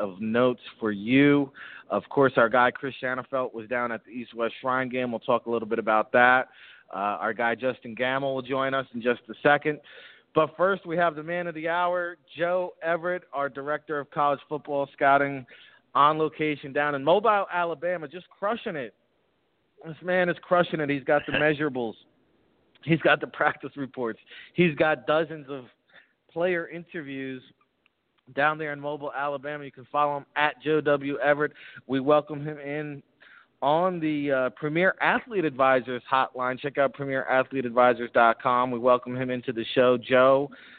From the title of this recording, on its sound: On Location At The 2018 Senior Bowl